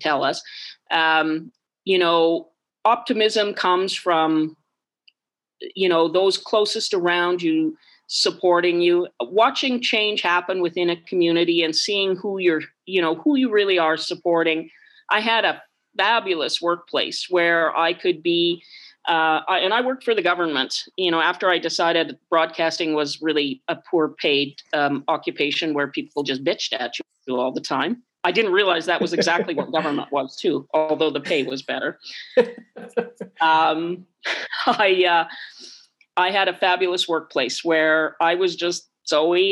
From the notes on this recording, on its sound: Over zoom from her home in Victoria.